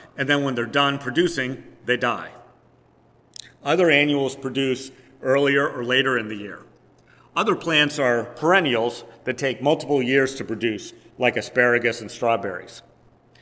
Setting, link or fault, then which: setting, large echoing room